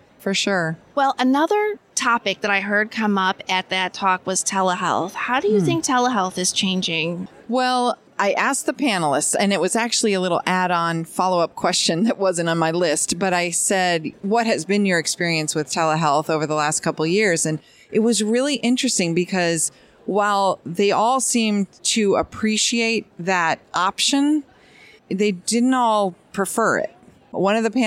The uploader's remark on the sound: at ADCES22 in Baltimore, MD after she finished hosting a panel discussion.